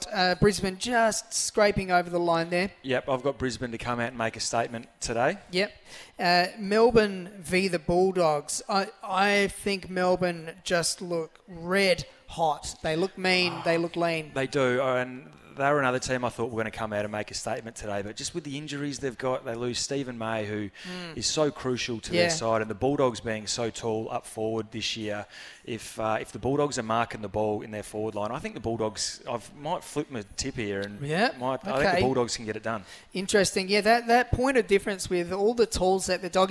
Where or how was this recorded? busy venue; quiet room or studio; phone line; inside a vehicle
busy venue